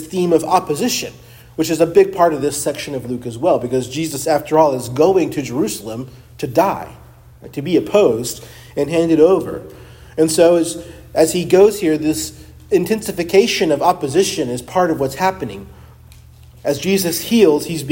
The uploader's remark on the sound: Preached at Christ Our Savior Baptist Church.